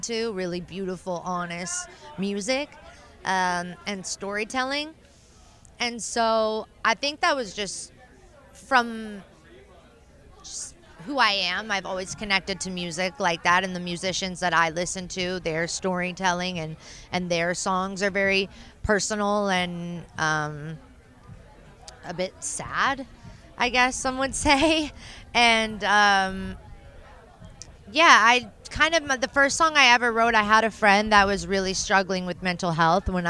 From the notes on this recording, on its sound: Sit down for a conversation with the singer/songwriter while on site at Moon River Music Festival.